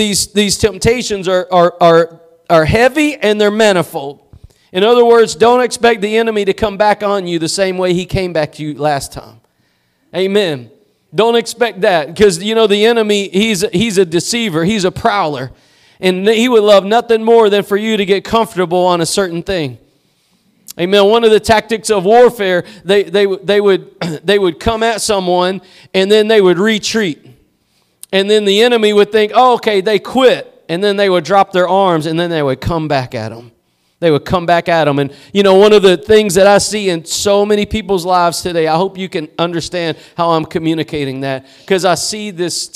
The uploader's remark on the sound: Preached at Gospel Lighthouse in Bossier City, La.